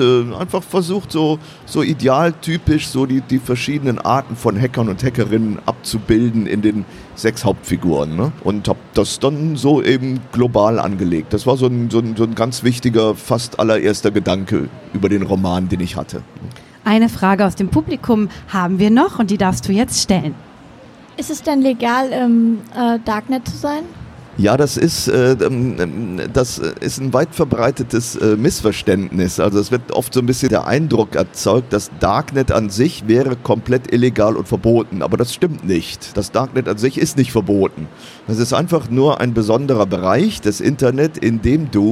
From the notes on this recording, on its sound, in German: Live am Messestand.